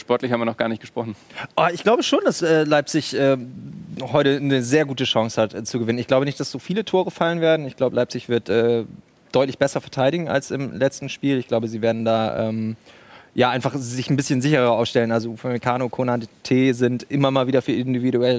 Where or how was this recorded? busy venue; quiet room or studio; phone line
busy venue